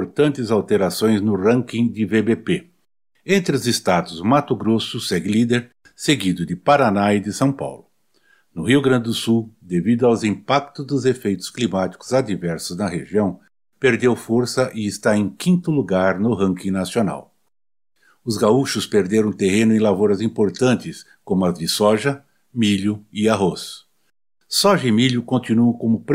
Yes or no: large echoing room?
no